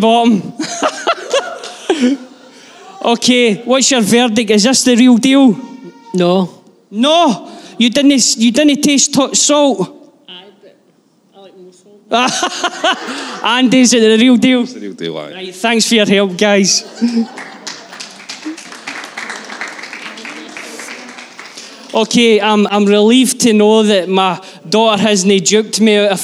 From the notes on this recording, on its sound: Live from our Sunday gathering